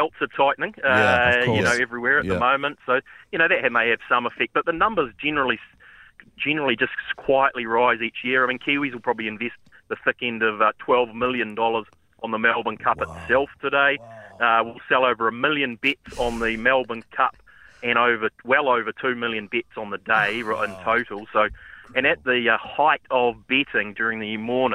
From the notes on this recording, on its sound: joined on the phone